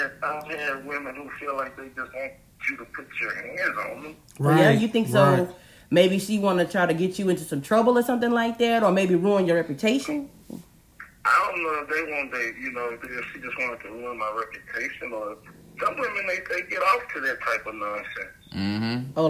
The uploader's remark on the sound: We take phone calls to see what people have to say on this particular subject.